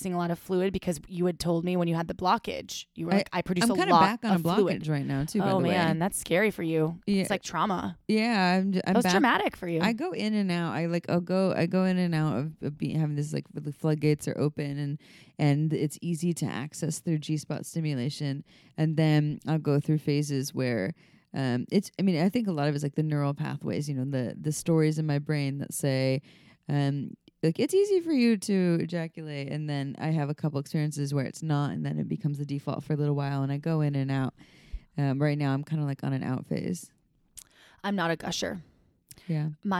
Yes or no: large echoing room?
no